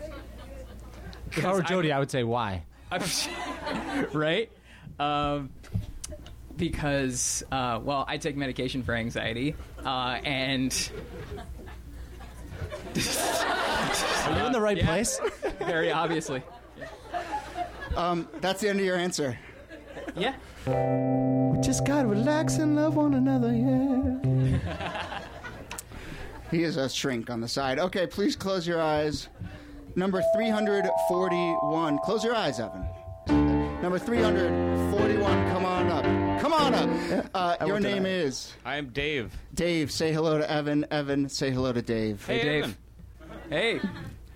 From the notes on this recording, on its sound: Ask Roulette is a conversation series in which strangers ask each other questions on stage. Is from our August show at Politics and Prose in Washington DC.